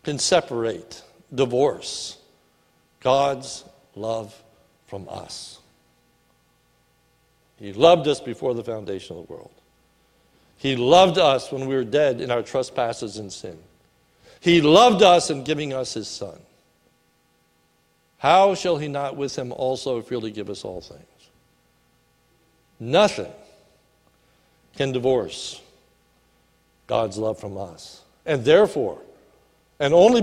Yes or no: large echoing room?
yes